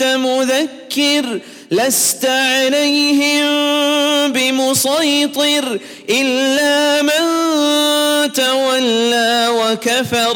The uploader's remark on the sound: at the Houghton Masjid (West Street)